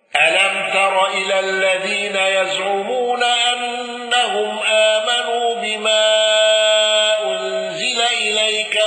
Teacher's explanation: قالون بسكون ميم الجمع وقصر المنفصل